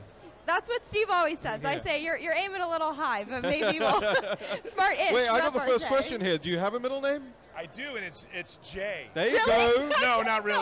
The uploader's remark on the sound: Live From AMFest 2023